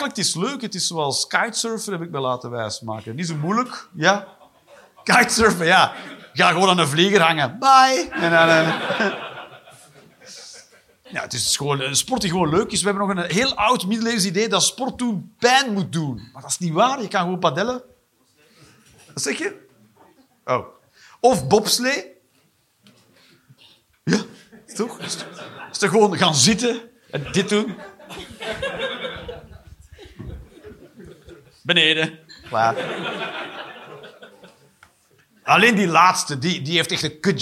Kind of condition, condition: setting, live audience